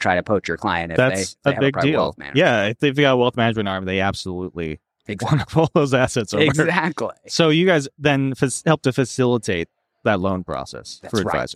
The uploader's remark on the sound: A conversation recorded live from the Fearless Investing Summit in October 2023 in Miami.